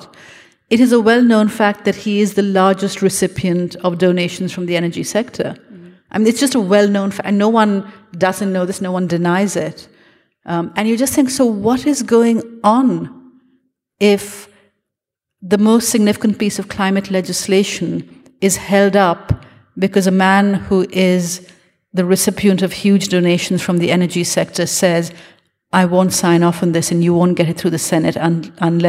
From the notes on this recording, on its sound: This event was recorded on Wednesday 9 November 2022 at The Capitol as part of the Wheeler Centre’s Spring Fling program.